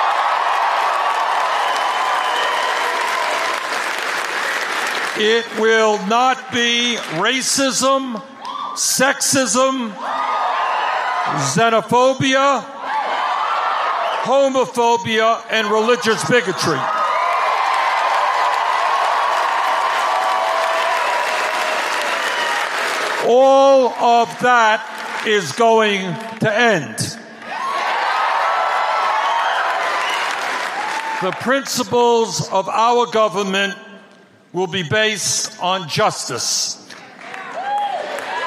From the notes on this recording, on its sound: Campaign Rally in Council Bluffs Iowa on March 7, 2019